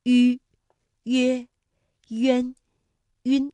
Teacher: 发音的时候双唇搓拢成圆形 · Term: 搓口呼